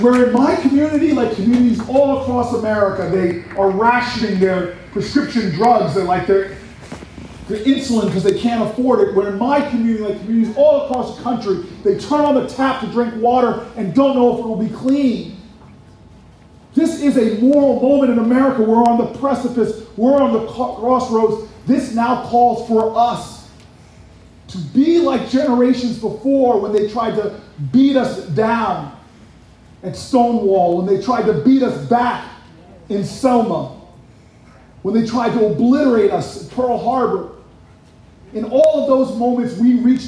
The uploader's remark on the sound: This audio was captured at FRED WILDLIFE REFUGE. This audio was captured at FRED WILDLIFE REFUGE.